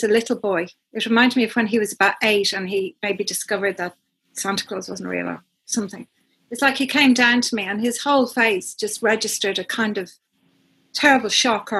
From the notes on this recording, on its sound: happened on Zoom in front of an audience of 250